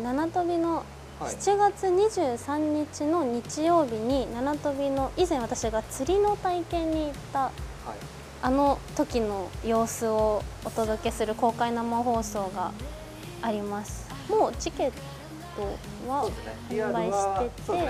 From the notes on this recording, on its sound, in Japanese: 滝行を終えて森の中からお届け。